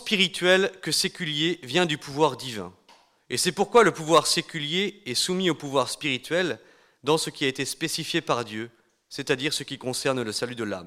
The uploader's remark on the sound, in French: Conférence donnée lors de l'université d'été 2018 d'Academia Christiana : "Rebâtir la Cité".